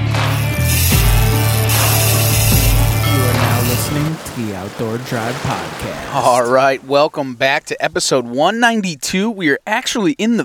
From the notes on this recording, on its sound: doing some scouting from the truck